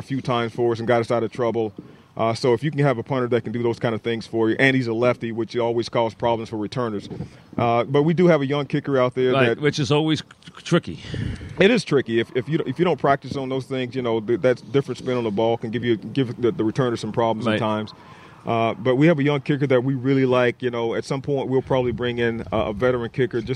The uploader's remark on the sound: live from giant camp